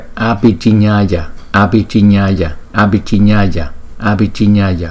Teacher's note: Cái chữ A có dấu gạch ngang này chúng ta sẽ đọc nó kéo dài hơn so với chữ A không có dấu gạch ngang ngoài sau là hai nhịp.